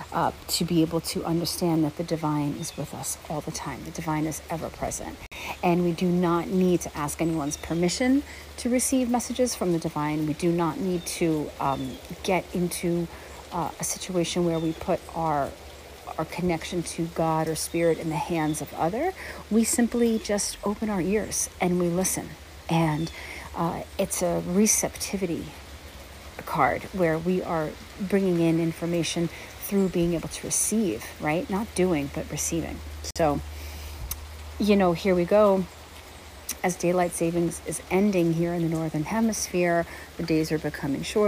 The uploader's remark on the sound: Enjoy the sounds of nature in this episode as I hike through the rain with my beloved Newfoundland dog while we're both smelling all the smells!